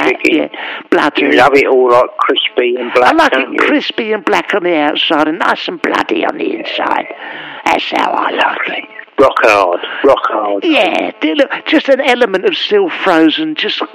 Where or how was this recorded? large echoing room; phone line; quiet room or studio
phone line